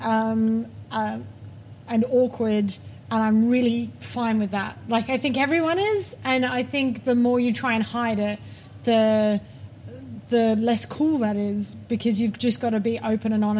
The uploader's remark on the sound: This episode was recorded at The Cheese Comedy Club, Bristol